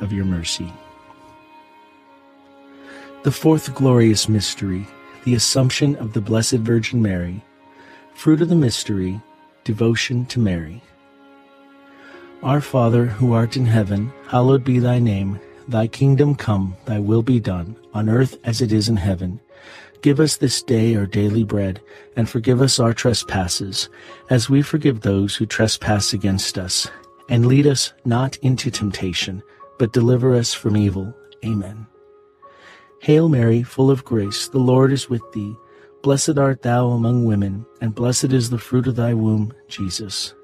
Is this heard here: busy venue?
no